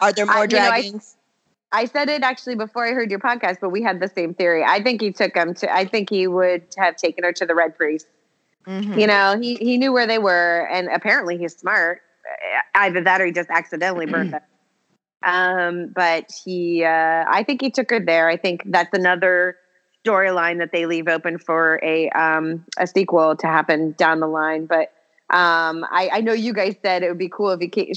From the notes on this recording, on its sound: Recorded remotely via phone + Skype – Palm Springs + New Jersey + Southern OR.